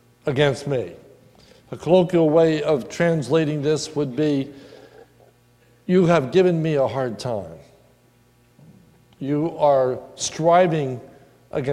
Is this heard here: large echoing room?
yes